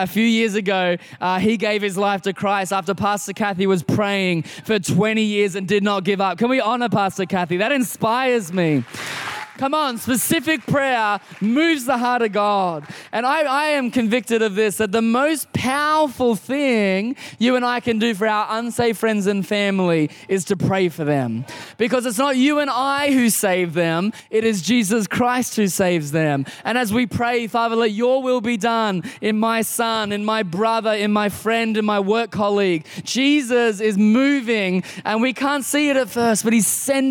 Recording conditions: large echoing room